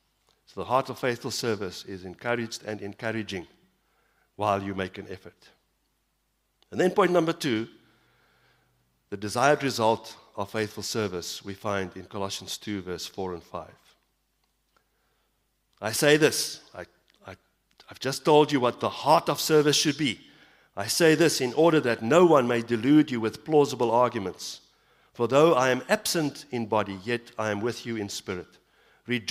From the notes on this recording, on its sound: Evening Worship Service - 18 September 2022